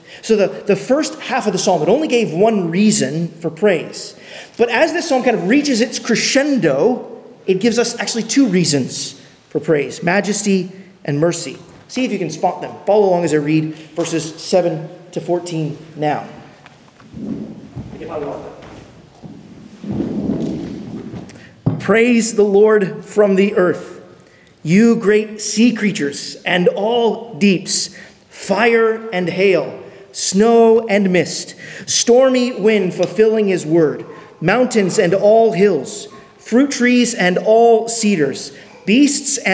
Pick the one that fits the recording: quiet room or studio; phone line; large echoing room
large echoing room